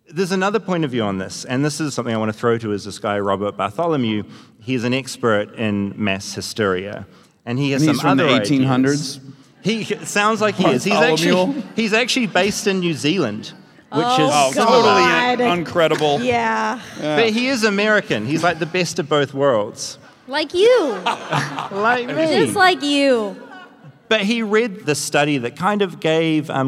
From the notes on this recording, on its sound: Live from Portland at the Keller Auditorium.